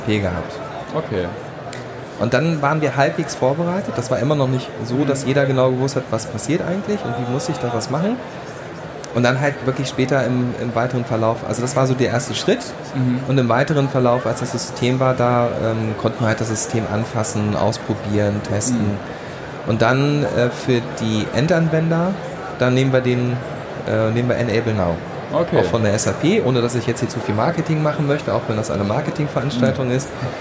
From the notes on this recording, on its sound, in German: Diesen Podcast haben wir live auf der OMR in Hamburg